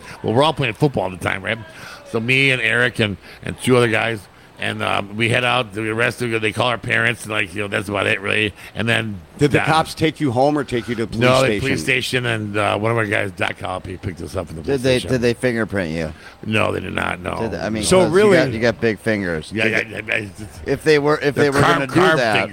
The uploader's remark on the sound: the owner of O'Briens Pub, Where they actually did the show live from.